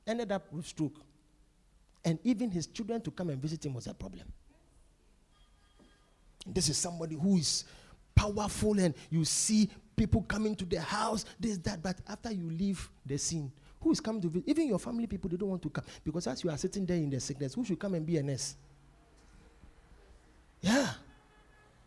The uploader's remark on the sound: Preached at The Victory Secrets Service.